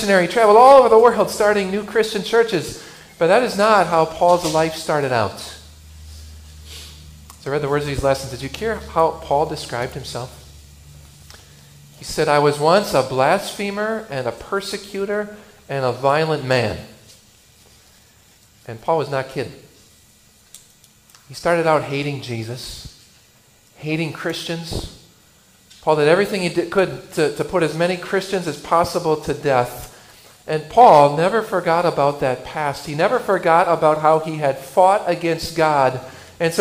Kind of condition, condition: setting, large echoing room